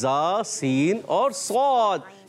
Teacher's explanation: یہ زبان کی بالکل باریک نوک سے ادا ہوتے ہیں